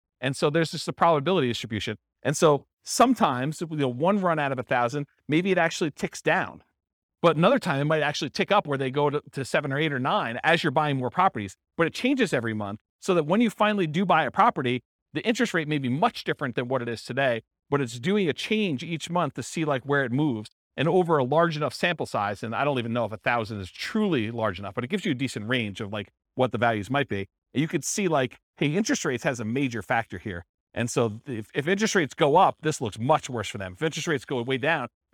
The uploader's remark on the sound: This was a live class recorded